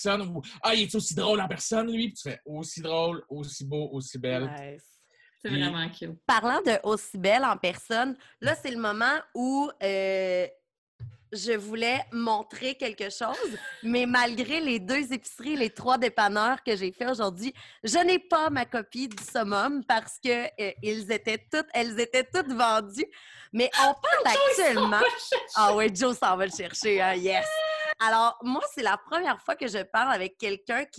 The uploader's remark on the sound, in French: La classe a eu lieue sur Zoom.